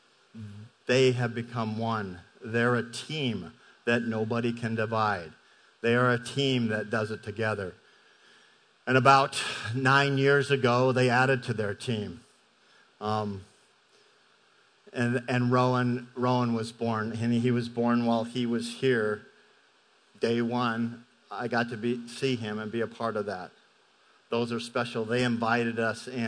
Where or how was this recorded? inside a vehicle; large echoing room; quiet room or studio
large echoing room